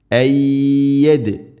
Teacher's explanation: ഇദ്ഗാം ബിഗുന്ന നൂനിനെ യായിലേക്ക് കൂട്ടി ലയിപ്പിച്ച് മണിച്ചുകൊണ്ട് ഉച്ചരിക്കണം. ഐ യദ്, അതുപോലെ ദാലിനെ ശരിക്കും കേൾക്കണം.